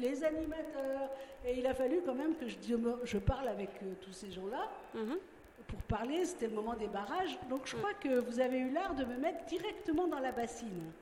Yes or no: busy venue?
yes